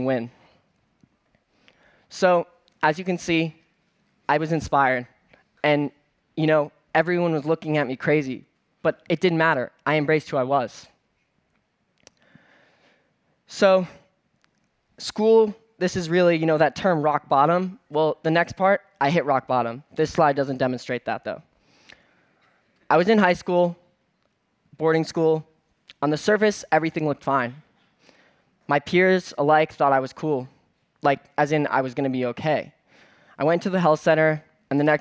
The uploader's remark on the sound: on stage at #BoFVOICES